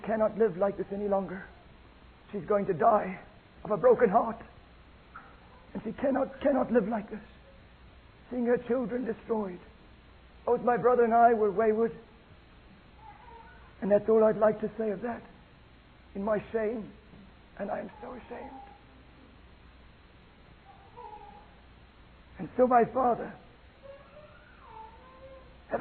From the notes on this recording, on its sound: the audio quality is not very good